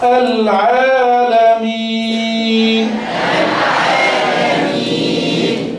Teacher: يا مد عارض للسكون جائز. اثنان او اربع او ست حركات.